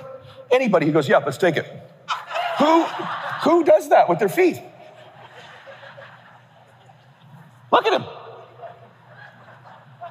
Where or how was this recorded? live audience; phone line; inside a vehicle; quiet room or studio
live audience